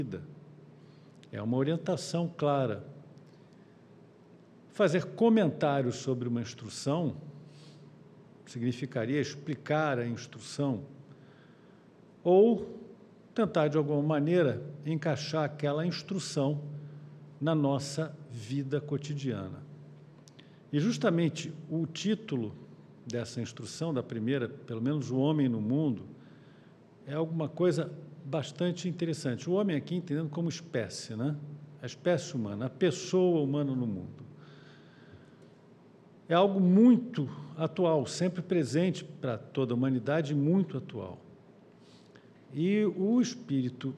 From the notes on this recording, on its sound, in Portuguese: Palestra ao Vivo